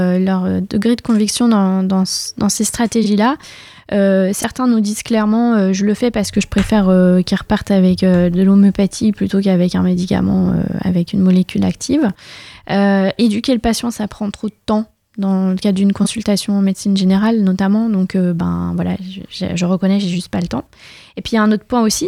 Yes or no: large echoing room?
no